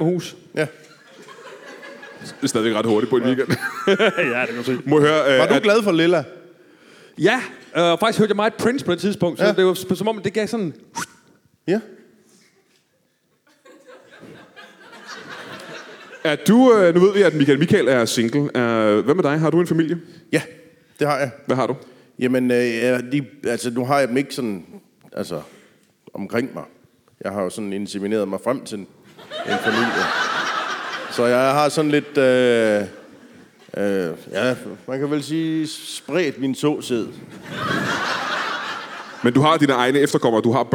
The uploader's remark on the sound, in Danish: LIVE fra Skive